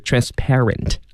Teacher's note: 它的这个重音呢是在后面，就是在清辅音 p 它的上面